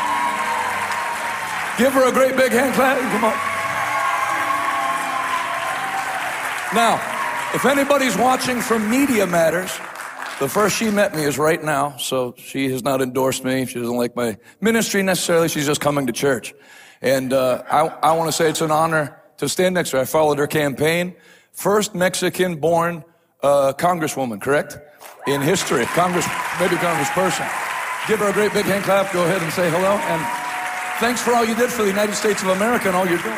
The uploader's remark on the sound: LIVE in Harlingen, Texas Night 2